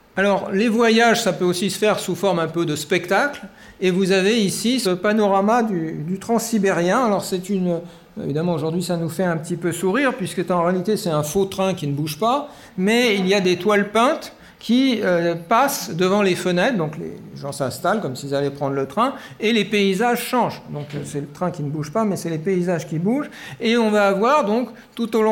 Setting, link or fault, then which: setting, live audience